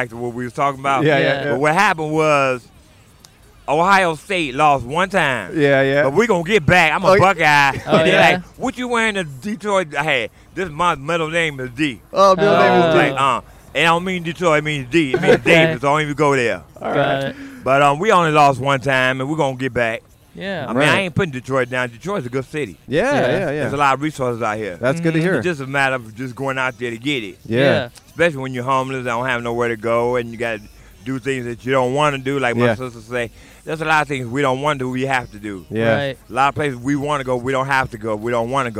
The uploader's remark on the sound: Recorded on 9/12/21 in Campus Martius Park in Detroit, Michigan.